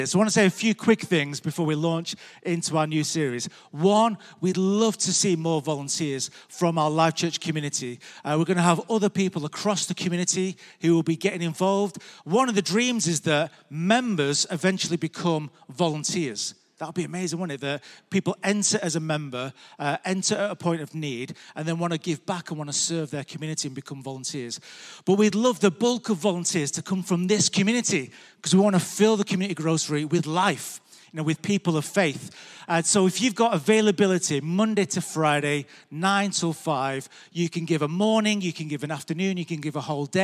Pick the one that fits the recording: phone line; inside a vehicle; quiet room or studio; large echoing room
large echoing room